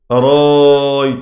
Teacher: منع منه بعض المحررين وقالوا العلة في هذا المنع توالي السواكن هيكون عندي الهمزة المبدلة ساكنة وبعدها ياء ساكنة وبعدها التاء الساكنة الموقوف عليها فمنع بعضهم الإبدال في حال الوقف وهذا الإبدال منع منه احترازي · Term: إبدال الهمزة